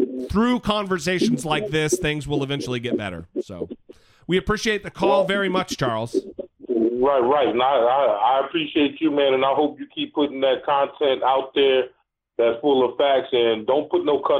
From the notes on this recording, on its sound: Call-in Episode